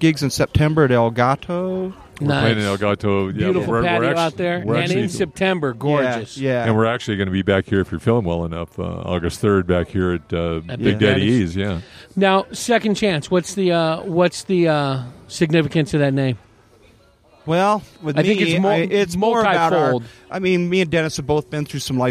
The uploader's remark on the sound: Recorded on the patio at Big Daddy E’s BBQ. This episode was recorded at Big Daddy E’s BBQ & Catering.